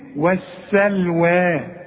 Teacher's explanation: الواو والسين واللام كلها مرققة